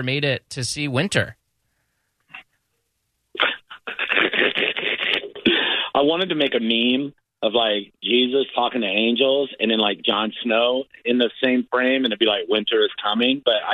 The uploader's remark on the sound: calls in from LKLD LIVE